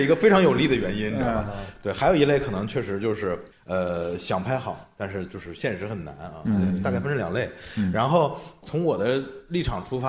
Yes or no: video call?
no